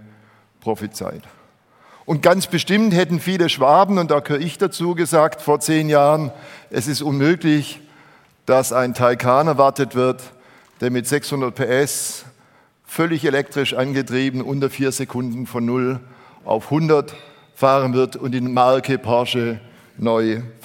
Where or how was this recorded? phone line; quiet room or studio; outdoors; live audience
live audience